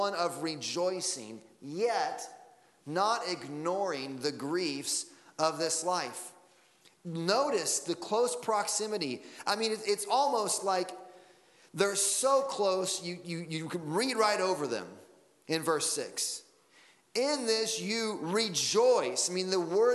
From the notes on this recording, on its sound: Sunday Morning Sermon Audio